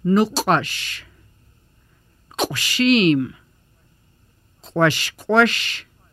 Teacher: The hard QW sound is made by rounding the lips with the tongue almost touching back of mouth, stopping the air, then releasing it, with the throat tense and vocal cords closed. The QW sound made with a catch in the throat.